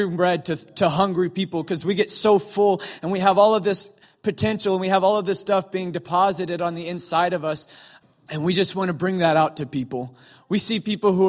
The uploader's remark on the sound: During morning services at Celebration Life Family Church.